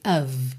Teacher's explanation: Essa vogal fica e o F vai ter som de V